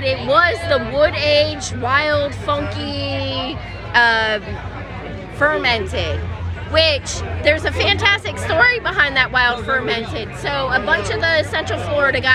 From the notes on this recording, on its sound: the live report from Sanford, Florida’s annual Pints N Paws festival